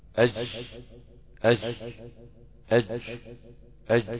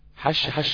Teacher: حرف الجيم نفسها الجيم بتنطق حرف الجيم بشدة وده الصحيح و بعض الناس لا تفقه عن الشدة شيئا وبتنطقه رخو فبتطلعه شبه حرف الشين جدا · Shown in: second take